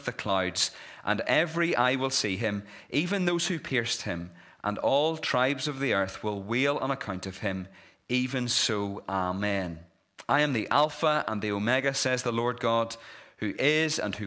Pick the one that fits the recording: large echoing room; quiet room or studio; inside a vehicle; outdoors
large echoing room